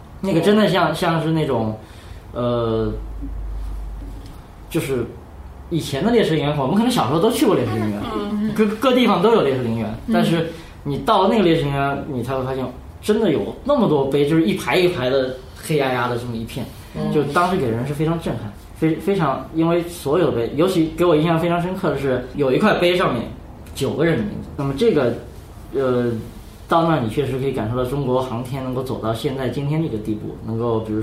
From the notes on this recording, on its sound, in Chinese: 本期节目为在张大妈办公区用录音笔录制，可能有街道上的杂音，请见谅。